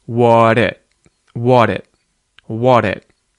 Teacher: The word what, the T at the end there becomes a T flap.